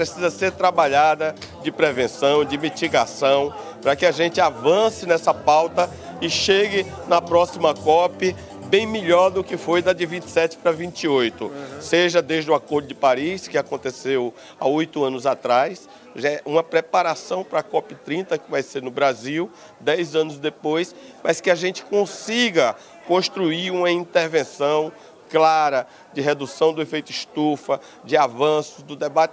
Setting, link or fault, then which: setting, busy venue